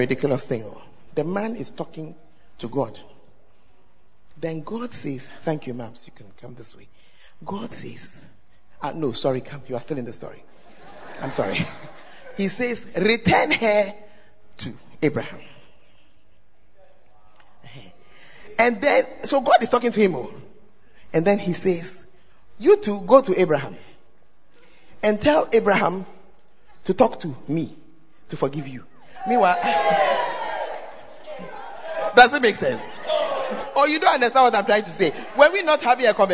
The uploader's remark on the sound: Preached at First Love Center, Ayeduase (Charisma Service)